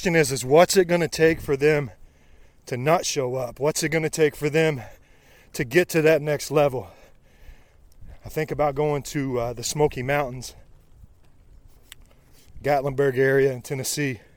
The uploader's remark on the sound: Live from the trail during a rainy 75 hard run.